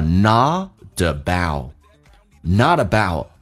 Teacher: about 的 t 也不发音，这叫略音，因为后面是一辅音开头